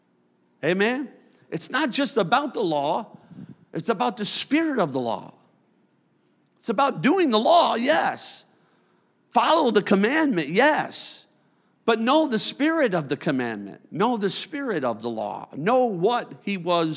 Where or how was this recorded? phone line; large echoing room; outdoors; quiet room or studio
large echoing room